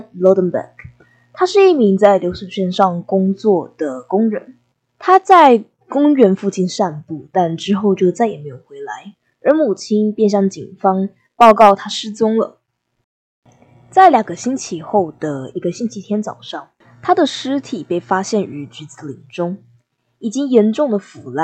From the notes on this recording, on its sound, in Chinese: 初次製作，音質不好請見諒。